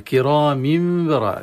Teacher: كرام بررة، كرام راء مفخمة، والميم انتهت بتنوين بعدها باء في بررة قلبت إلى ميم أخرى لكن ميم ساكنة، يعني كرام براء، يعني ميمين، ميم مكسورة وميم ساكنة نتيجة إقلاب التنوين لميم مع فتح الخيشوم للغنة